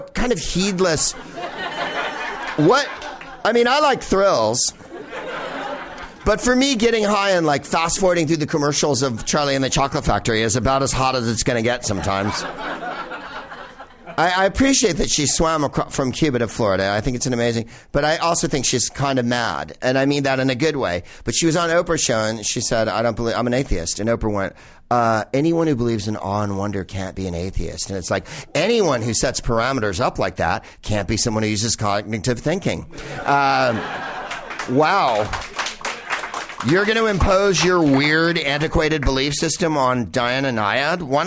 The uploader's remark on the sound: Back home at West Hollywood's Bar Lubitsch